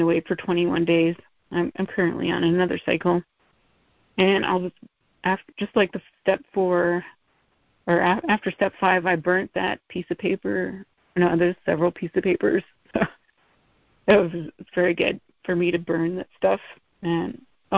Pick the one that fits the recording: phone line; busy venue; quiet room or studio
phone line